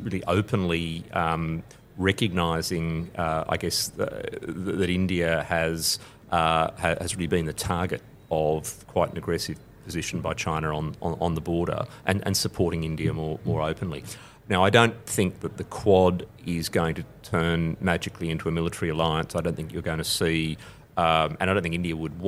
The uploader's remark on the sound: at the Raisina Dialogue held in New Delhi, March 2023